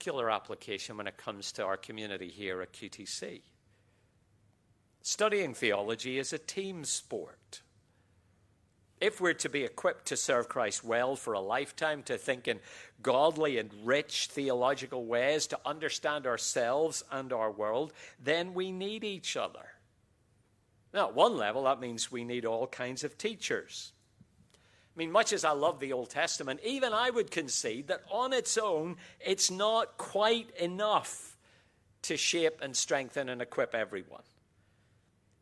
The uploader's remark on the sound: QTC Chapel Service